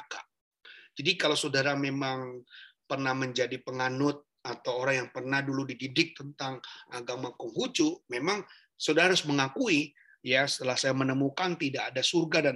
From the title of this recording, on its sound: Audio Zoominar